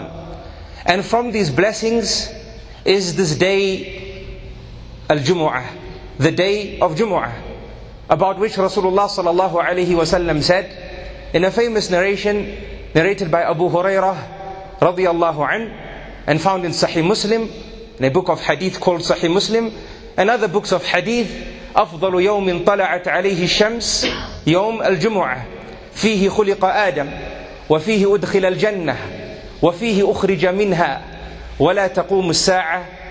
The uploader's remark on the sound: A 20 minute lecture delivered at Masjid alFalaah in Harare Zimbabwe